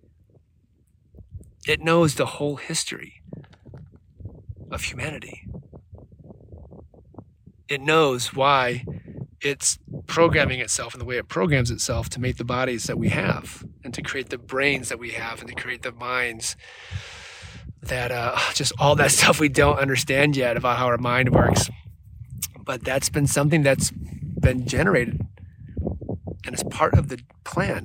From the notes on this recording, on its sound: Recorded alone in the desert